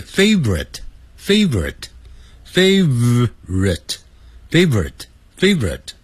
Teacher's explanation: favorite 本来按照标准发音是三个音节 favorite，可是老外音念快变成两个音节